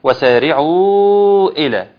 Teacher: مد منفصل ومد بمقدار أربع حركات